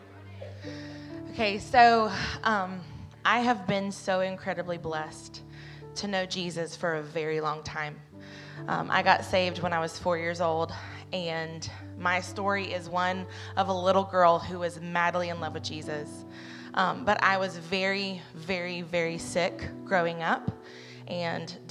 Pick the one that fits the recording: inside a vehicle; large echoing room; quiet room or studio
large echoing room